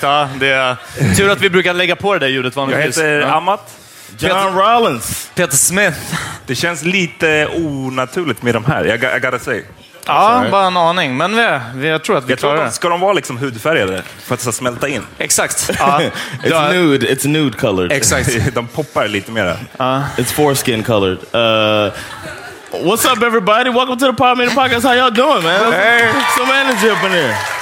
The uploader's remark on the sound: Live at Poddfest 2019. Detta är vårt liveavsnitt från Sveriges Radios Poddfest på Fotografiska.